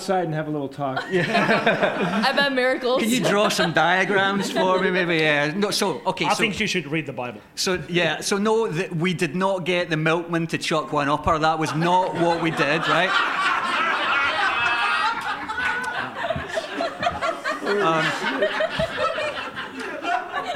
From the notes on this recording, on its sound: QED Live Recording. This episode is the first of its kind as it is the live recording from QED 2018 that happened in Manchester in the middle of October.